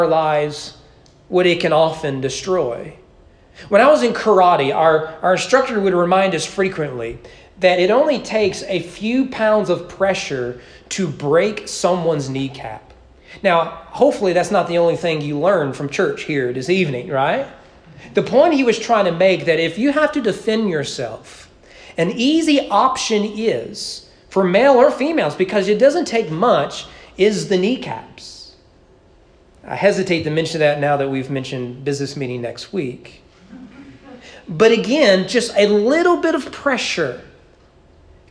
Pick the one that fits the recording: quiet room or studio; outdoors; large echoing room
large echoing room